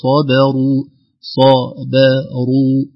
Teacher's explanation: نفس قاعدة التأثير هذه، وما يلقاها إلا الذين صبروا صبروا، الباء مسكينة وقعت بين صاد مفخمة قبلها وراء مفخمة بعدها، فقد نقول صبروا صابا صبروا، نرقق الباء ونعتني بها بين المفخمين